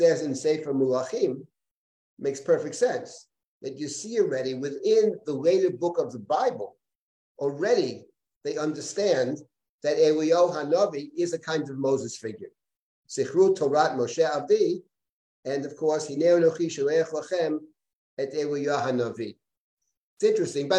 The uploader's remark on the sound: This audio was originally captured from Zoom.